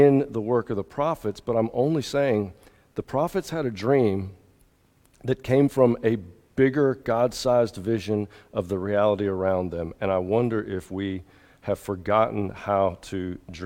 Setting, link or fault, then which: setting, large echoing room